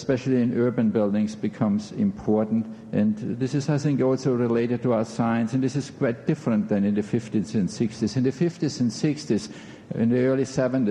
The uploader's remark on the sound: In this podcast, recorded at the Academy of Achievement's 1991 Summit in New York City.